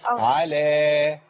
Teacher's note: المفروض ان انا اطلع الفتح والالف بانفتاح